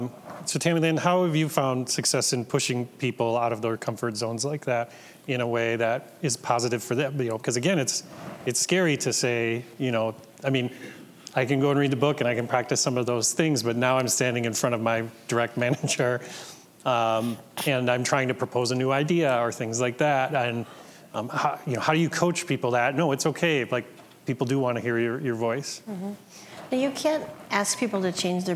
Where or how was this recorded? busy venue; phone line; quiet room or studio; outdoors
busy venue